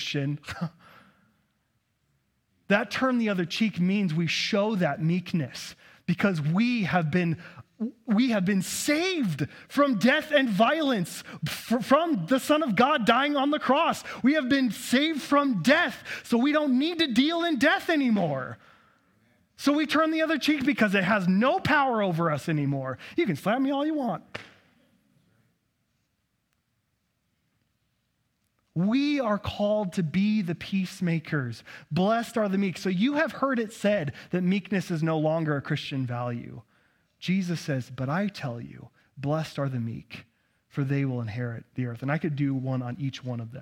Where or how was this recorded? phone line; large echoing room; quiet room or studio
large echoing room